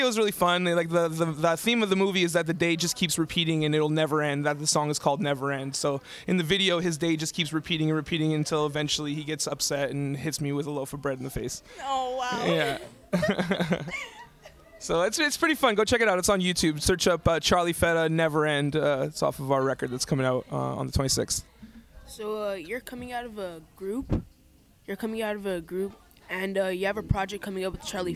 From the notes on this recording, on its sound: live from the Skywalk in Portage Place, Winnipeg, Manitoba